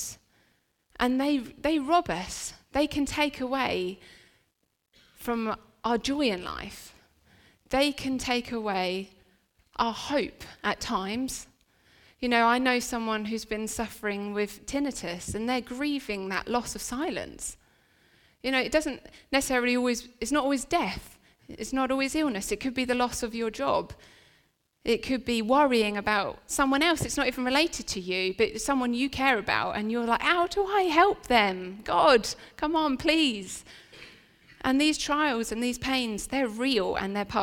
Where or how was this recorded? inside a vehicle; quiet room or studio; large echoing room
large echoing room